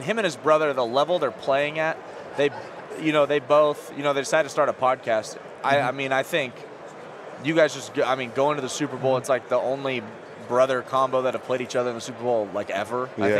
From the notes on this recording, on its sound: LIVE from Super Bowl Radio Row